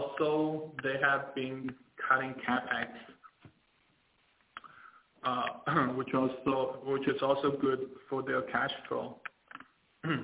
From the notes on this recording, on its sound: Teleconference Replay: China's Power Reform by Fitch Ratings.